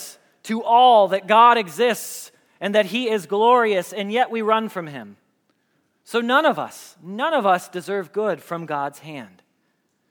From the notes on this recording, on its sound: Message Preached at Valley Creek Church